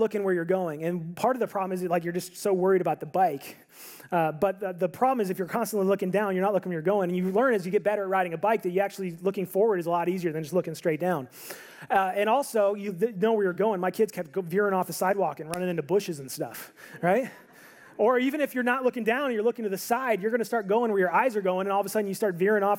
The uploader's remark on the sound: This audio is from a sermon that I preached on New Year's Eve at my church